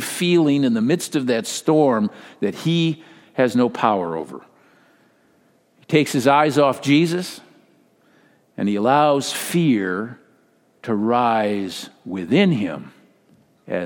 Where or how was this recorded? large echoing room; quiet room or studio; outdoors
large echoing room